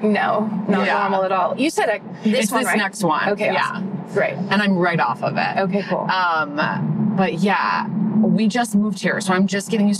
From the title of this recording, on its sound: In the Car